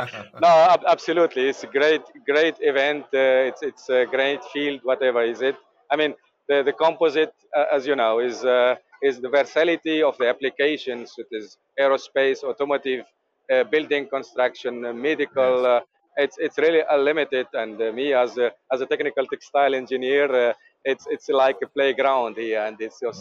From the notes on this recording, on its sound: Overview of JEC World from the showfloor. “Welcome to the Composites Lounge live from the JEC.